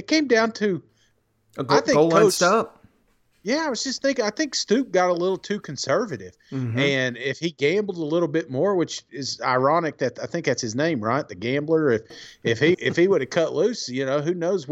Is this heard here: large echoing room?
no